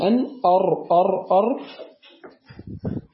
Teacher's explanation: قال والراء يدانيه لظهر أدخل، قال وأفاد أن مخرج الراء أدخل في ظهر اللسان، أدخل في ظهر اللسان، يعني بين أن مخرج الراء يخرج من طرف اللسان مع ما يحاذيه من لثة الثنيتين العليين